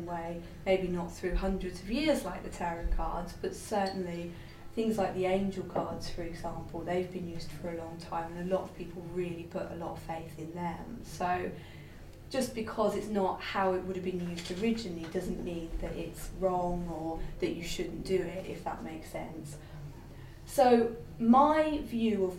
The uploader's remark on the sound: This is an excerpt of a recording of a talk “The Runes” at the Faversham Speakers Moot. At The Limes Pub in Faversham.